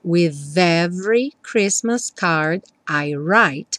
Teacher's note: Aqui juntando with com every, aquele som v, v, v do TH, pontinha da língua lá no dente.